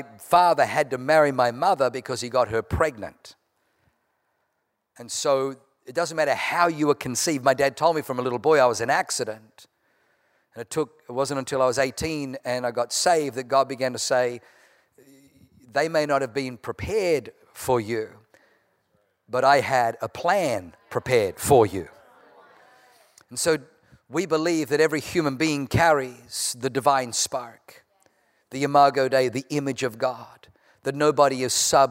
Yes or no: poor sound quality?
no